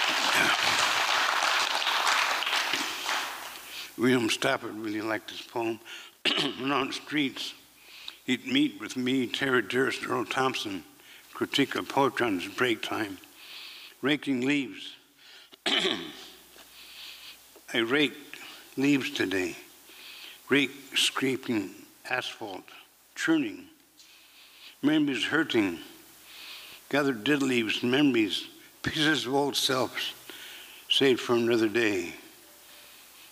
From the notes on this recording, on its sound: 2023 FPG-Liberty Theatre-Saturday Night-Third Set. This recording was made on Saturday, February 25th, 2023, at the Liberty Theatre in Astoria, OR as part of the FisherPoetry Archive Project.